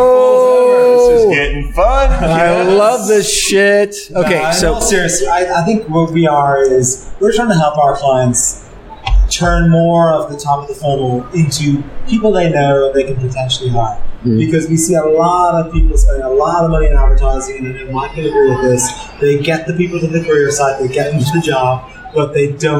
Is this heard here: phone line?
no